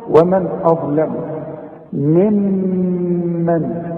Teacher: الواو والميم والنون مرققين، والهمزة مرققة، الضاء هي المفخمة، اللام مرققة، الميم مرققة.